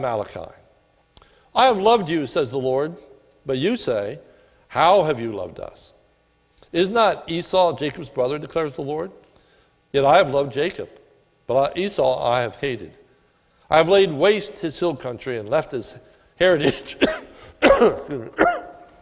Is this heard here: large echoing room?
yes